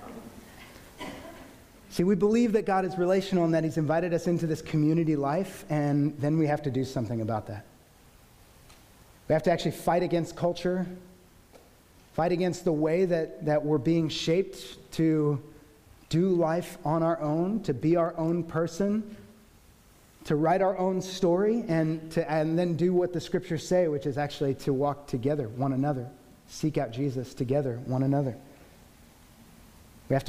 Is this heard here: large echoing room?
yes